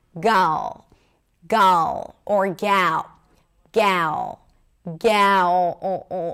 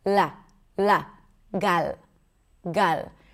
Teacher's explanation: The L in American English is a dark L when it's at the end of the word. That means that when you pronounce the L, you also raise the back of the tongue and you restrict something there in the back that creates this weird sound.